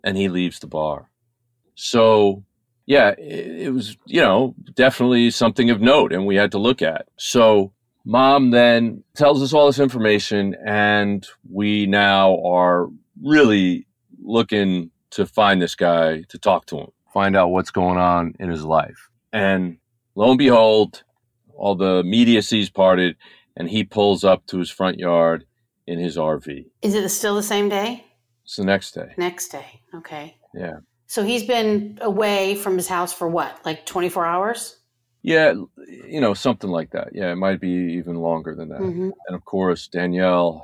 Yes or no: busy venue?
no